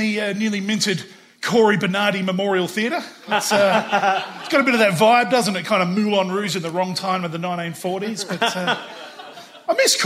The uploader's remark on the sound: AdelaideCabaretFestival. Recorded live on stage. I’d urge you to listen out for the excruciating audience reactions. In front of the good people of Adelaide.